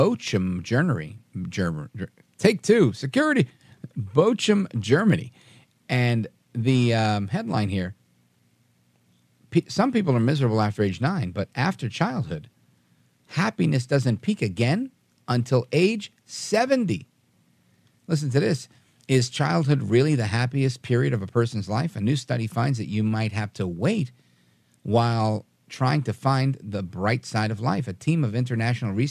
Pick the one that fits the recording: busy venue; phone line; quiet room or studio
phone line